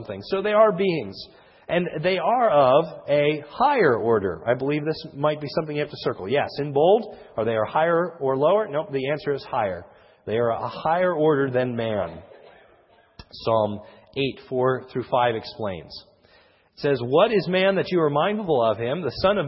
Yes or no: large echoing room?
yes